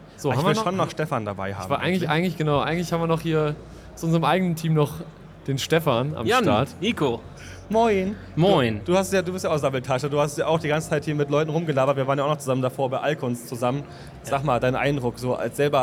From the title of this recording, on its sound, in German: Community Podcast live von der Leat Con2023